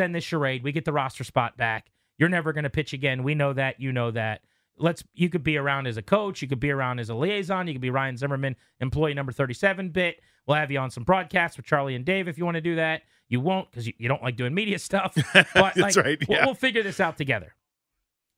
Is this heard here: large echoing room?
no